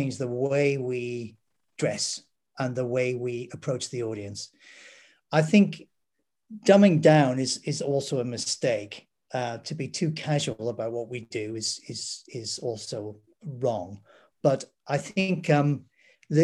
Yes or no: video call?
yes